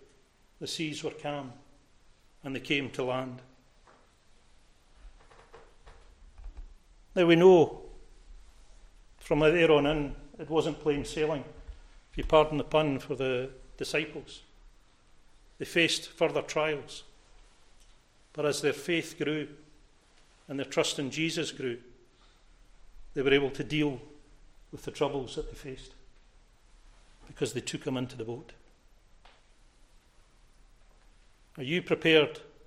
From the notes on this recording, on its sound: Recorded at North Harris Free Church on the morning of Sunday, 31st December 2023.